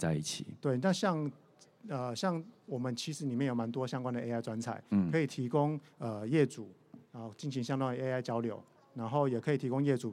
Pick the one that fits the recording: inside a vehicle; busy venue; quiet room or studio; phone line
busy venue